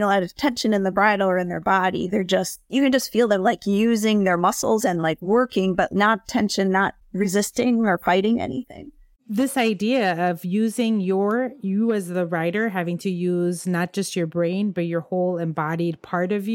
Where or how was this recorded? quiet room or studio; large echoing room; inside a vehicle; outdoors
quiet room or studio